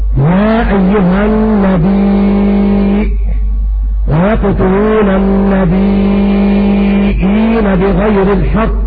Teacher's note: نافع يبدل الياء همزة في كلمة النبي